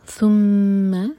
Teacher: میم پر غنہ، whole کریں گے دو seconds